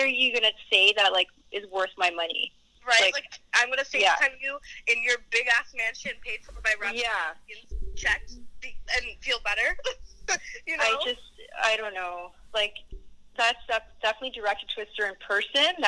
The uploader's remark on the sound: on the phone with us